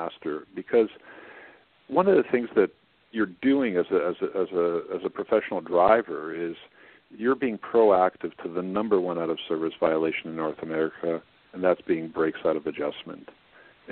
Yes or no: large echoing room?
no